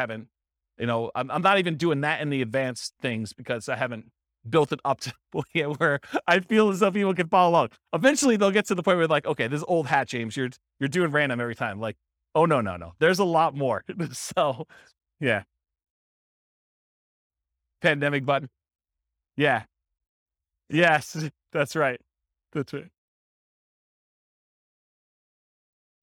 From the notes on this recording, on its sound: This was a live class recorded